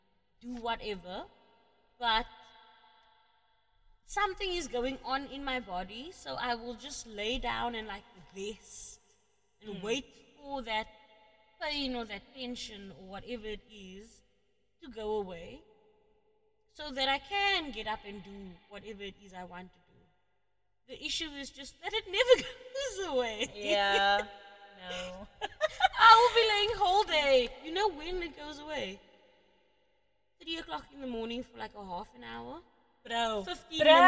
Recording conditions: echo